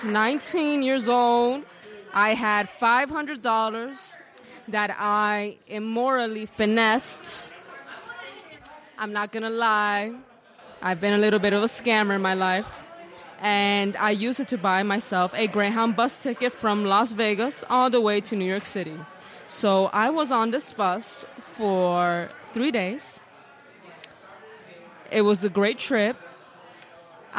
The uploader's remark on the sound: Impromptu Raconteurs. Audience members step up to the stage to share their stories.